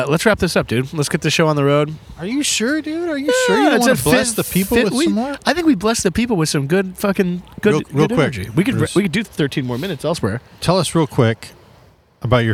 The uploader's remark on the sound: A solo episode with just the boys recorded cliffside in beautiful Isla Vista, CA.